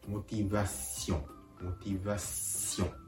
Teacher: トとしては、んを発音する寸前で鼻から息を抜くように、むしろ鼻からんと発音するように発音するところがポイントです。モティバシオン、モティバシオン。鼻から強引に「ん?」と発音するようにこの微母音を練習してあげるところがポイントですちょっと変な感じがするしますねですがこの N の発音を口で「ん?」と発音しないところがポイントモティバッションモティバッションですからモティバッションまでで発音終わり「ん?」は気持ち鼻から本当に息を抜かすように「ん?」と発音してあげる